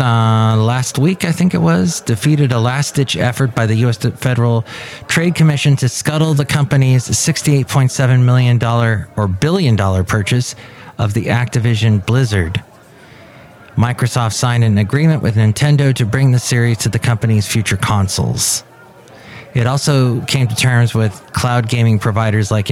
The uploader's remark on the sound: Podcasts live from Cafe Anyway.